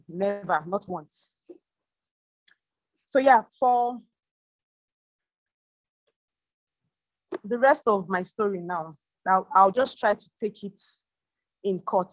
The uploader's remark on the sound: We had an insightful single mums zoom event and this is the recorded audio.